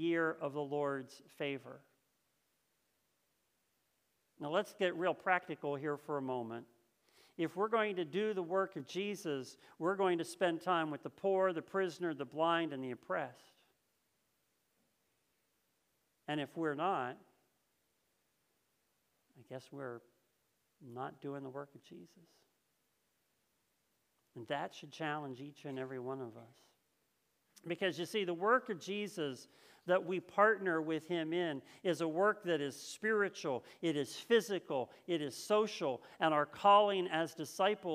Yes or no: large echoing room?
yes